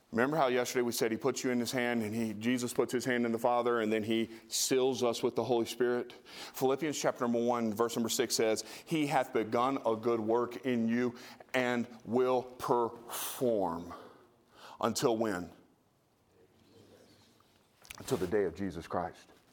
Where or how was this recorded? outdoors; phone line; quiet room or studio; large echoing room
large echoing room